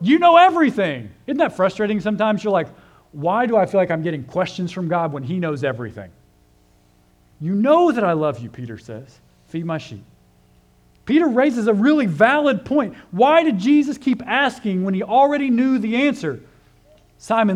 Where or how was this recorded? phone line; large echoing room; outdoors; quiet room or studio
large echoing room